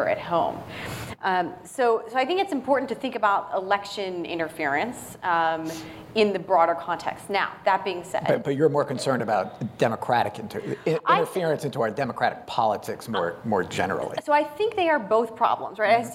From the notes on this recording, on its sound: Recorded live at the National Press Club.